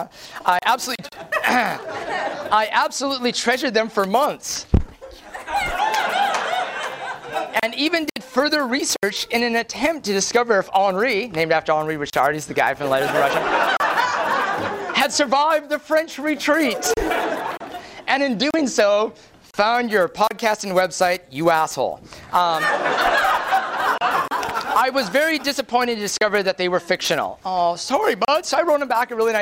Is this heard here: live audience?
yes